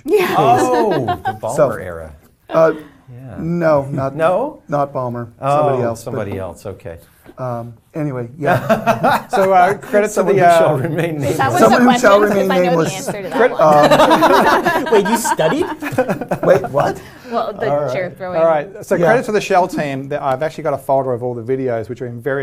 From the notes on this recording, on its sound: Three Microsoft Legends join us in the Channel 9 Studios, with a live studio audience, for a Game Show!